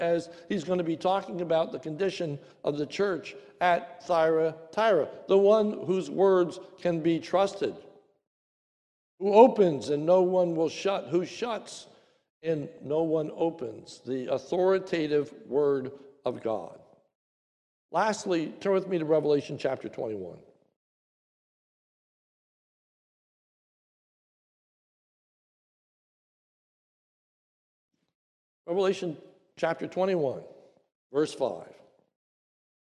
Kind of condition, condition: setting, large echoing room